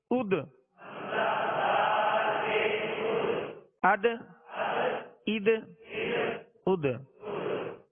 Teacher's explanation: اب سطر نمبر پانچ کی جو ابتدائی حرف ہے وہ ہے دال. دال بھی حروف ماشاءاللہ حروف قلقلہ میں سے ہے اور اس میں قلقلہ کرنا ہے یعنی آواز لوٹتی ہوئی آئے آواز میں جنبش ہو. حمزہ دال زبر اد حمزہ دال زیر اد حمزہ دال پیش اد اد اد اد.